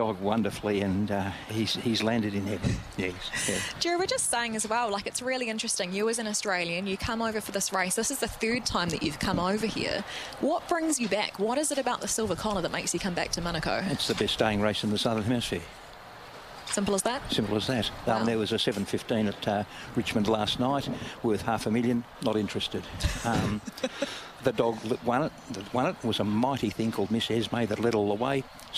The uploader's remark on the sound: Broadcasting live from the Silver Collar.